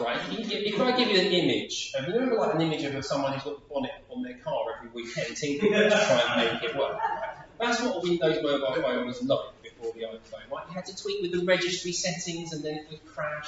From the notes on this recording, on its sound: Audio from a seminar hosted by Premier at the National Parliamentary Prayer Breakfast 2023 in the Houses of Parliament